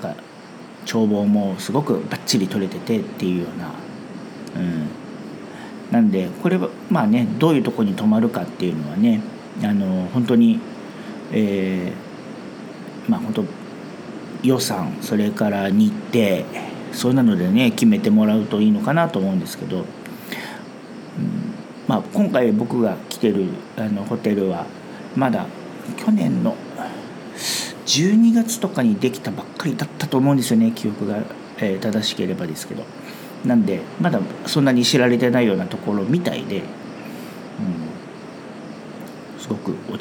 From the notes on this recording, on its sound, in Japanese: 台湾最南部のリゾート地 墾丁に休暇で訪れました。雑音のように聞こえる音は波の音なんです。